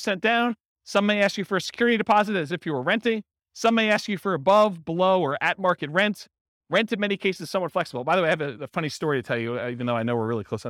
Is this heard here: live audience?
yes